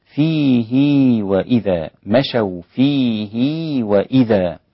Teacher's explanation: للإمام ابن كثير بيمد هذه الهاء حركتين ويسمى مد الصلة